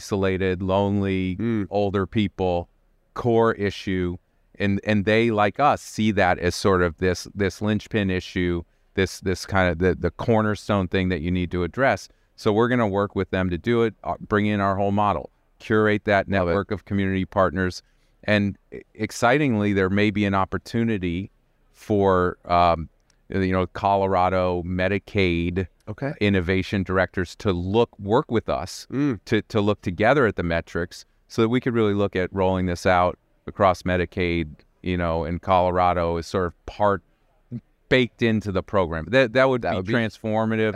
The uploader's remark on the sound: recorded at the ViVE 2023 conference in Nashville